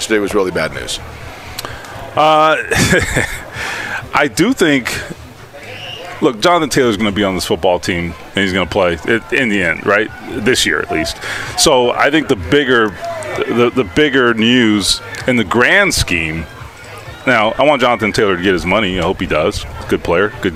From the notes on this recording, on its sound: LIVE AT COLTS CAMP!